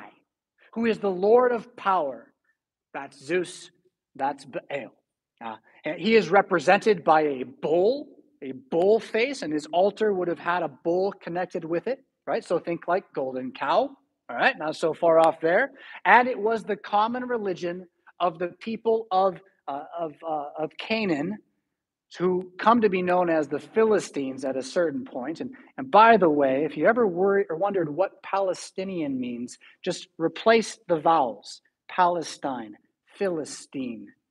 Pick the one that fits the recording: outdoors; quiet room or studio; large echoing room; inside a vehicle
large echoing room